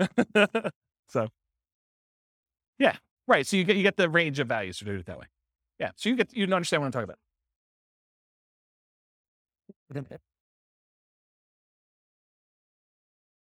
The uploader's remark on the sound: This was a live class recorded